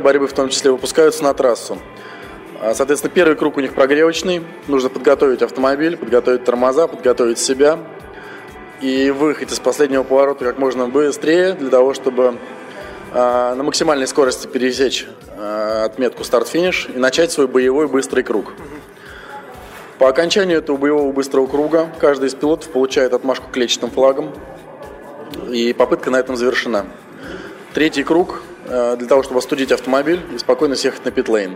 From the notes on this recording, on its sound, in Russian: Выпуск записан на старейшей из ныне действующих российских гоночных трасс — АДМ Мячково, во время первого этапа кубка MaxPowerCars&Bikes.